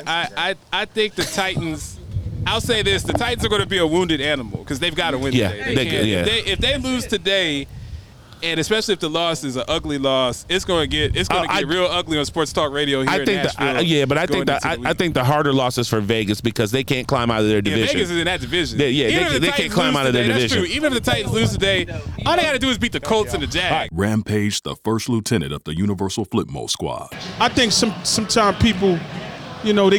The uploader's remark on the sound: LIVE from Horizon Field in Nashville, TN.